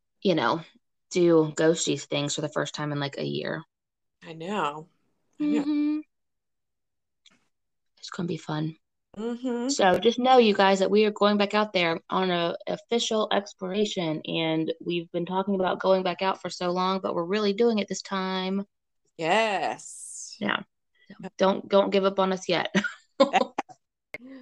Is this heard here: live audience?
no